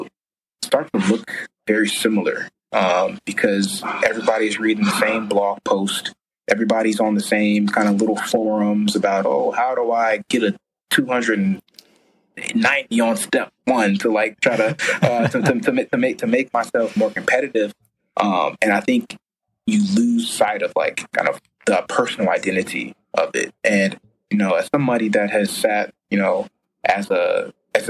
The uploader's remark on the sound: Now I do have to apologize in advance for some audio difficulties with this episode.